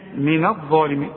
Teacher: الظا هي المفخمة واعلى درجات التفخيم